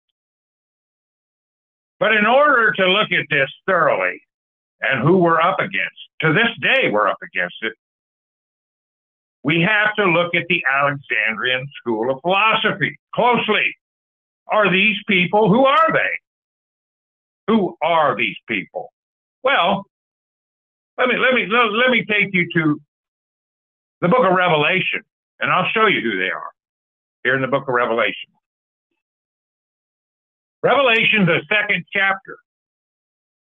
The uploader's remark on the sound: Call In Bible Study